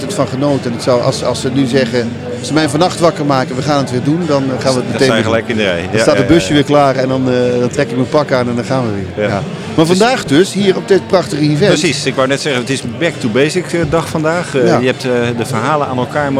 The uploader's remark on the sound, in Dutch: Dutch Craft Beer Conference 2024. Tijdens de 8e Dutch Craft Beer Conference (1 februari 2024) in Den Bosch.